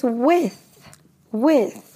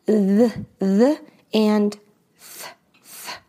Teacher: Now, with has that TH sound. It's the unvoiced. So in English, we have two TH sounds.